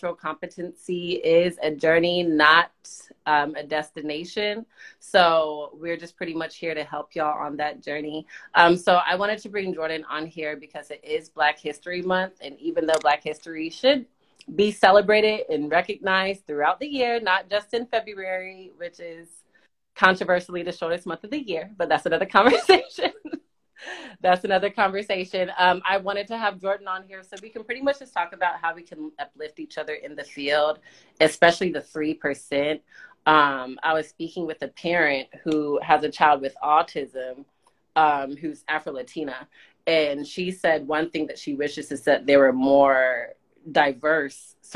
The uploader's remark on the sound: IG Live discussion.